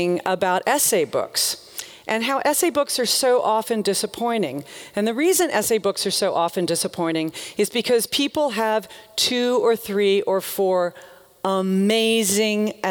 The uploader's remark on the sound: The talk in this episode is from her appearance at Portland Arts & Lectures in 2013.